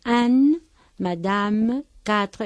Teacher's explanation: E final que no lleva tilde, no se oye · Term: E no pronunciada